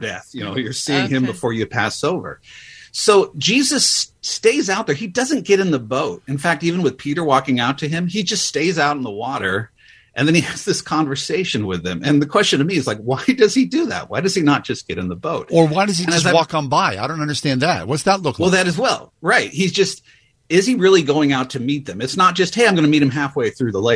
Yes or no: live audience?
no